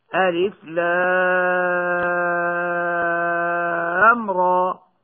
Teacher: مثال ذلك كما ننطق ألف لام را، فالألف لا مد فيه، واللام من حروف المد اللازم الحرفي يمد بمقدار 6 حركات، والراء تمد مدا طبيعيا بمقدار 2 حركات كما سمعنا.